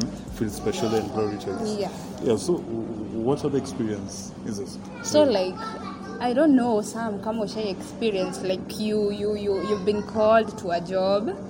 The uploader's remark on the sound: we sat down at the mall and decided to record this amazing 35th EP